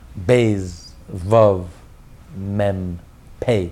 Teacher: They all are similar because it's the lips bumping together.